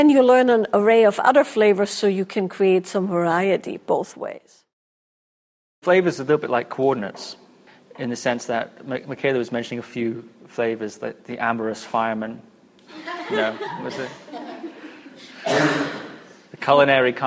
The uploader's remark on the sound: Q&A from a recent live event